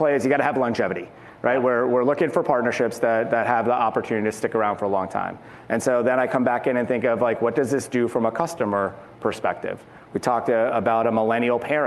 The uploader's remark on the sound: In this episode of Uncommon Thinking, originally recorded at Advertising Week New York.